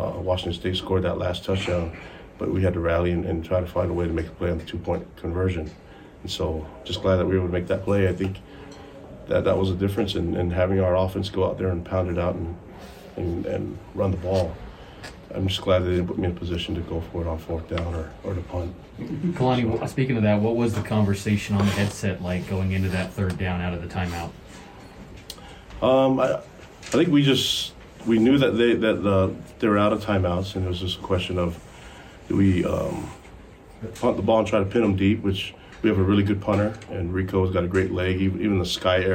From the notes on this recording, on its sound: Postgame Press Conference.